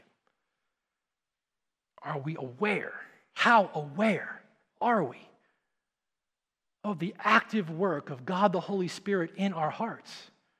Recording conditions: large echoing room